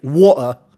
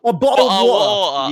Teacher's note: sometimes they leave out the T sound. So instead of water, it's like water.